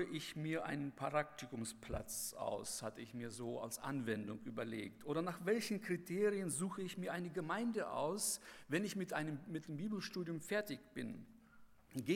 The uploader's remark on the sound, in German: bei der Eröffnungsandacht des Bibelseminar Bonn